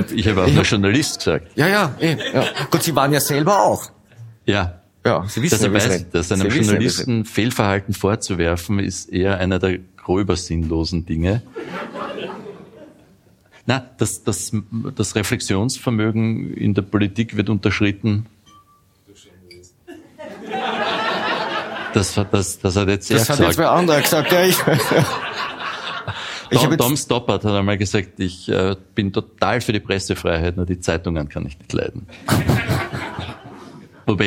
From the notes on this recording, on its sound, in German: Die Dunkelkammer auf der Bühne. In der Kulisse Wien.